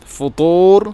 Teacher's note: طاءനെ ഉച്ചരിക്കുമ്പോൾ നാവിൻ്റെ മധ്യഭാഗം അണ്ണാക്കിലോട്ട് ചേർന്ന് വരണം